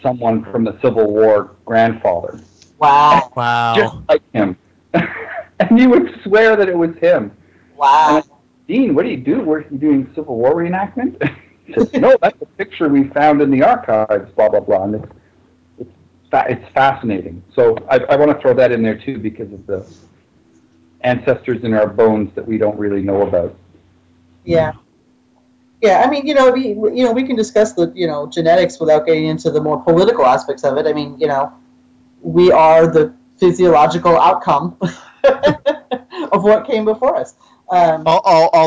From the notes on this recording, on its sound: Troth Skype Moot. We managed to stuff almost 10 people into a single audio chat room to talk about the Ancestors.